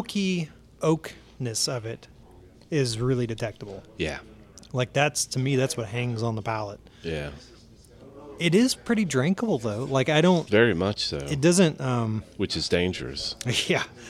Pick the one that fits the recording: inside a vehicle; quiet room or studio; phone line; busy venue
busy venue